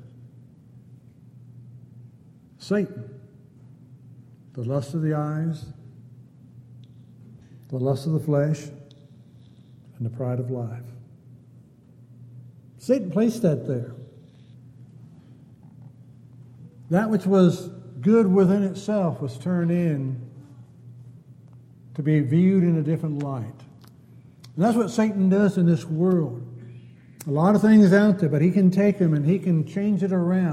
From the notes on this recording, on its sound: Downtown Church Of Christ Audio Sermon